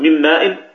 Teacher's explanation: الإدغام ينقسم إلى قسمين: القسم الأول الإدغام الصغير، وهو ما كان الحرف الأول من الحرفين ساكنا، كما في المثال السابق من ماء من هذه النون ساكنة، فتدغم النون في الميم فيصير النطق بميم مشددة